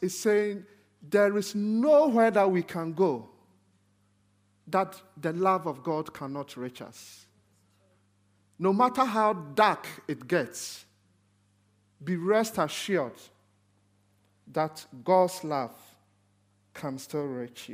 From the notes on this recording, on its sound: This sermon was recorded on Sunday 26th November 2023 at our Putnoe venue.